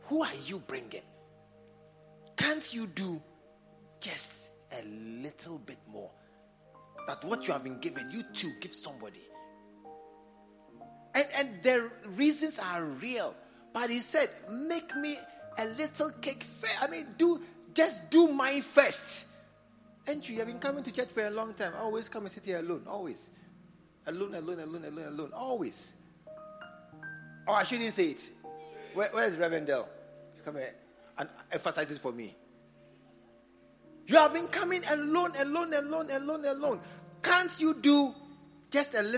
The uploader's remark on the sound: Preached at the True Vine Cathedral, Bantama.